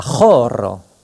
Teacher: H circonflexe correspond au CH guttural allemand que l'on trouve dans noch, encore, das Dach, le toit, Achtung, attention. Exemple, la choro, le cœur, à ne pas confondre avec la coro, le cœur, et la horo, l'heure.